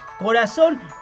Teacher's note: cuando es singular la intensidad de la voz está en la última sílaba y termina con N. · Term: sílaba tónica